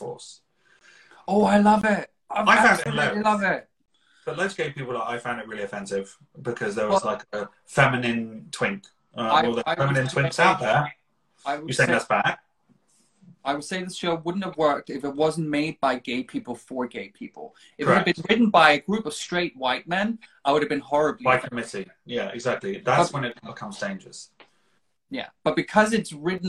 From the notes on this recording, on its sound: Recorded on 18 September 2021 on Instagram Live